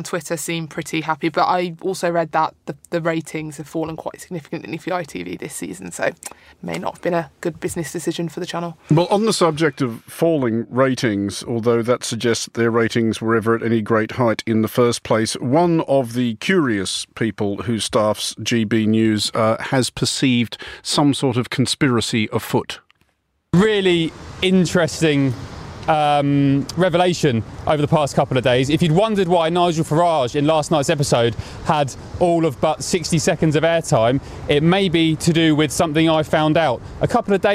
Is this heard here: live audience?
no